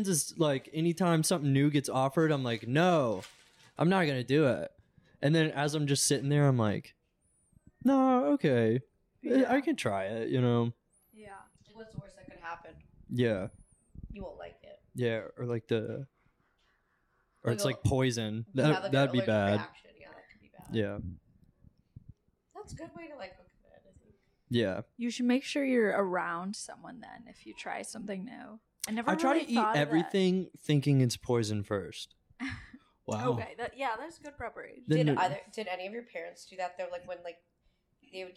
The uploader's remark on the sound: we record our first episode at the Annoyance Theater, Bar, Grill, and Conservatory